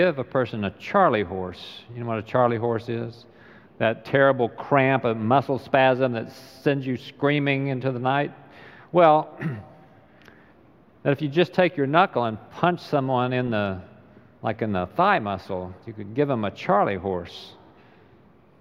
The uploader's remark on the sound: Recorded live during the Sunday worship service.